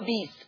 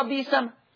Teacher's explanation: يبدل ورش همز لفظ بئس ياء. سواء كان اللفظ ده مقرورا بما، مقرونا بما فتصير بئسما فيقرأ ورش بيسما، أم لم يقترن فيبقى بئسة.